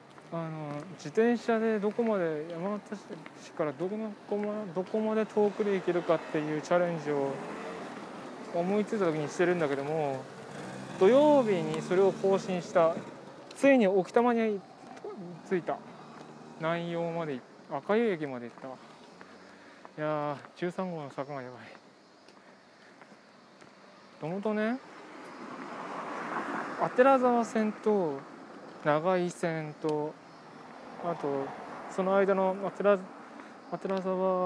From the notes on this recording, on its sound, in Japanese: 通勤時，バスを降りてから職場まで歩く時間に，iPad mini 4のボイスメモを回してみる。